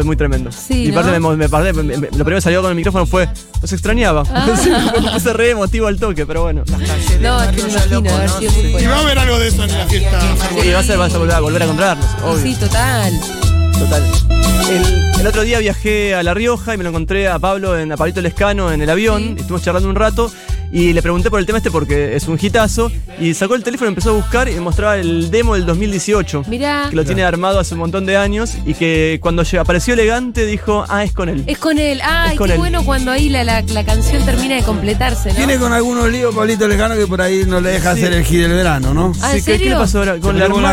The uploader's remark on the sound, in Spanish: en vivo manijeando la FIESTA FERVOR | #Segurola